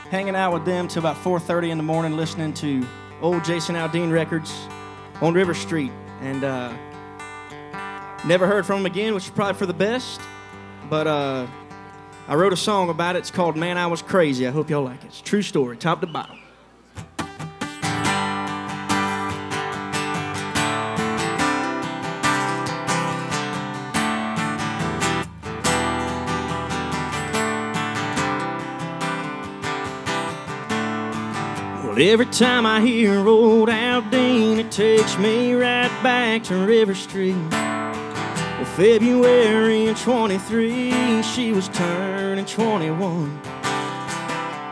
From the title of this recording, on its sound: Rounds At Live Oak In Nashville